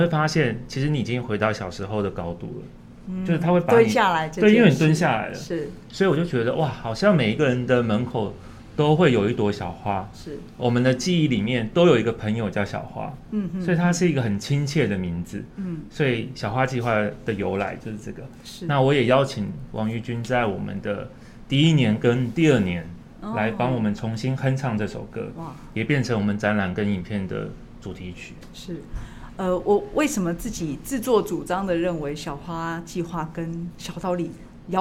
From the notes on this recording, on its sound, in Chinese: 本集節目在「Sidoli Radio小島裡」現場錄製，並共同播出。